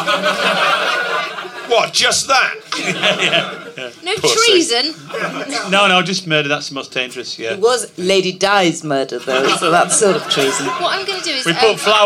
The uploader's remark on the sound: the third show from The Pleasance recorded at last years Edinburgh Fringe